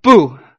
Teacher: Like you're angry, fourth tone, dropping down